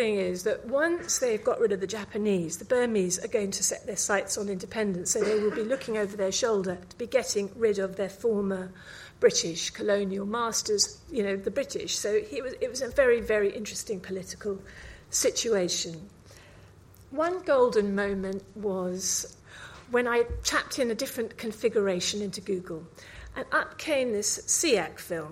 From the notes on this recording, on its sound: Recorded live at 5x15 Bristol in March 2017